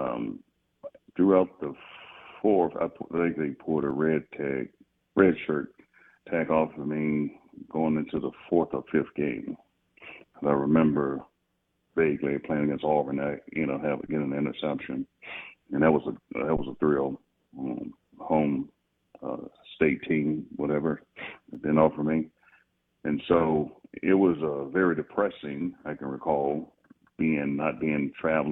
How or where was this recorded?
phone line